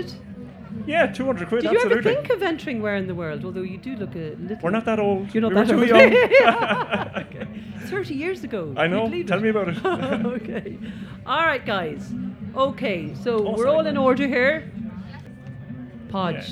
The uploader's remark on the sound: Live from Electric Picnic.